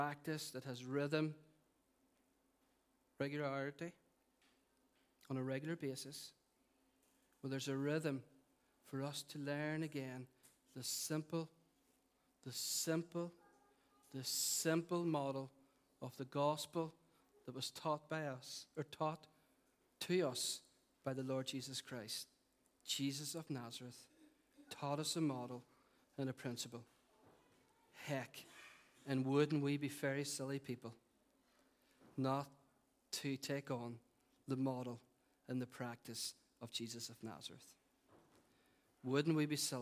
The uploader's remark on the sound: Recorded at our 11am Celebration at our Storehouse Venue.